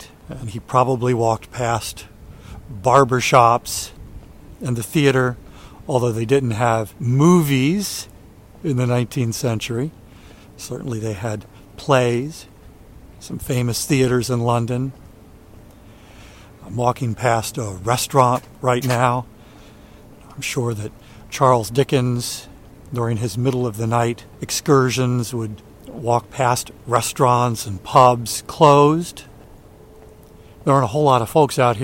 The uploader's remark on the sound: A Middle Of The Night Walk. During today's ten-minute walk. A guided tour of where he's walking.